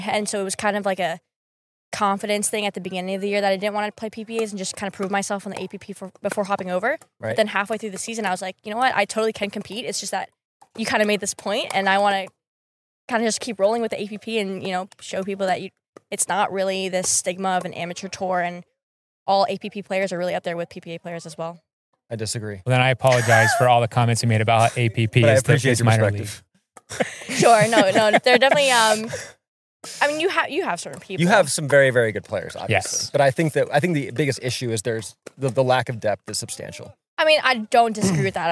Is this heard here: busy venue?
no